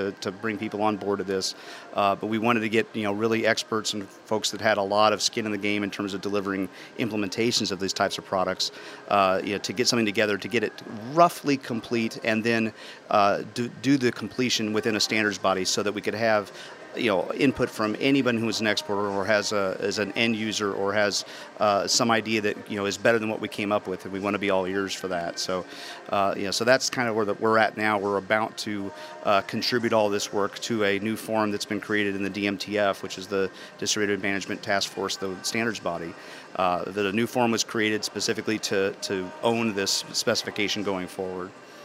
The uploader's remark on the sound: archive of a livecast from the Intel Developer Forum